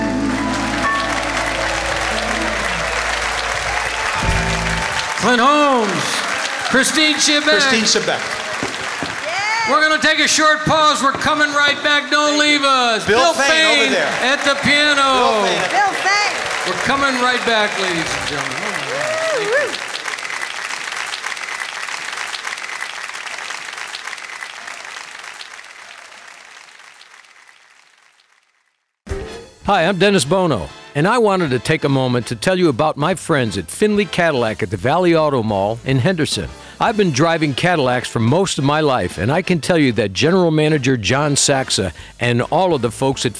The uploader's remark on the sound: Live at the South Point Casino